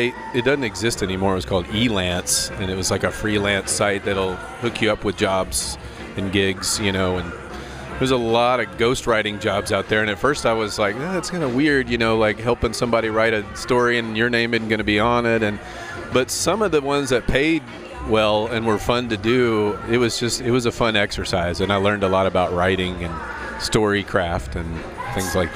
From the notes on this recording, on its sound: Talks with two guests on location at Midtown Con in Memphis.